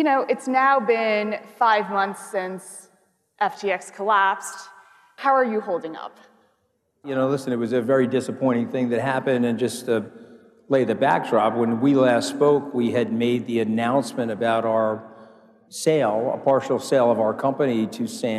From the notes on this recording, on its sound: A Consensus 2023 panel